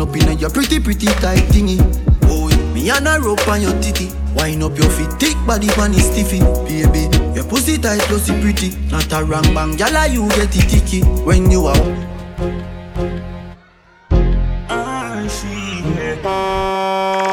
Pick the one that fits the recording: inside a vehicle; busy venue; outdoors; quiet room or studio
busy venue